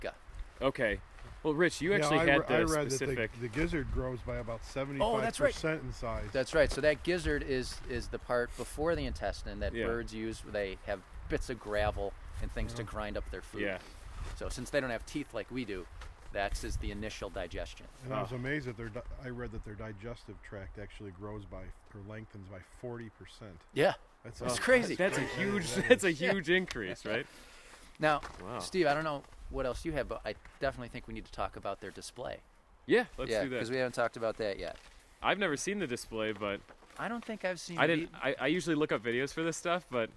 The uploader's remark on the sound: This episode was recorded in March of 2016 in Algonquin Provincial Park, Ontario, Canada. And, man, was it cold.